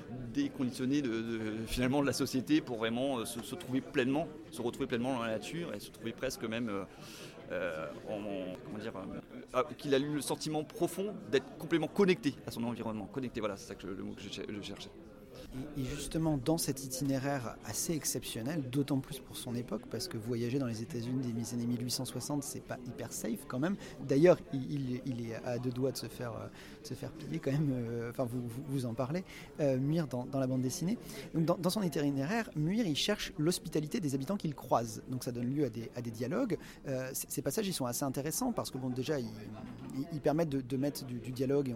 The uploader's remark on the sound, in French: à l’occasion du festival Quai des Bulles